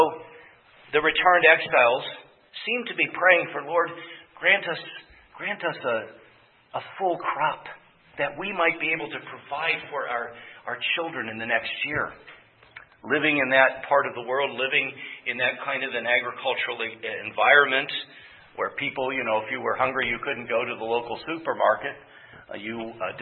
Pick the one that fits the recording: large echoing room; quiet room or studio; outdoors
large echoing room